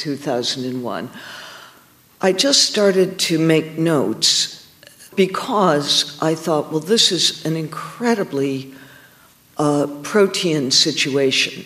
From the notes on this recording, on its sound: An encore presentation of Writers & Company's 20th anniversary special. Onstage at the Toronto International Festival of Authors in 2010.